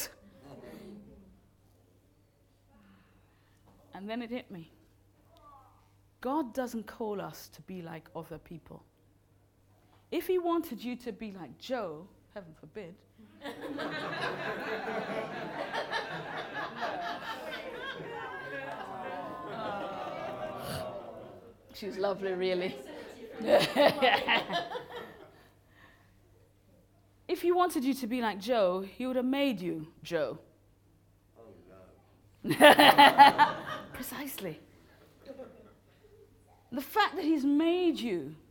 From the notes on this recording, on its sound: Recorded live at Moorlands Bible College.